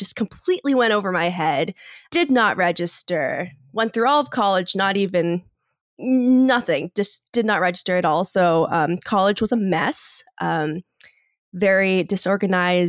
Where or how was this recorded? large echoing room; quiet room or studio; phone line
quiet room or studio